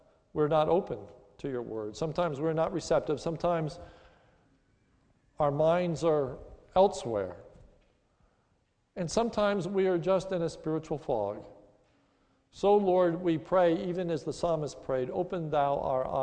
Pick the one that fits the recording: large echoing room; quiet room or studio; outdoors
large echoing room